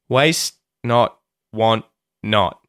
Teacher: the tongue reaches up to the top of your mouth as if you're going to say the T sound and you just don't release the T. So, you go, it's sort of hard to do. · Term: mute the T